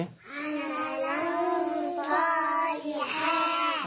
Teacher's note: بنشيل التنوين صوت النون اللي في الفتحة الثانية ونحط مكانها غن · Term: اخفاء